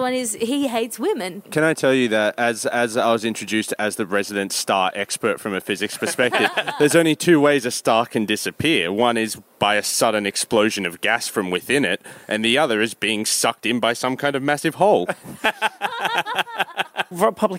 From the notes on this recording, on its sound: Recorded in situ at the Victoria Hotel during the 2016 Melbourne International Comedy Festival.